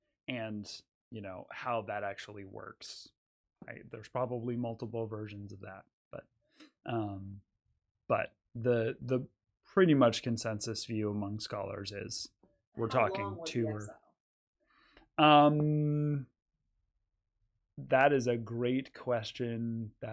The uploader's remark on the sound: Sorry about the mismatched audio, still working on the levels.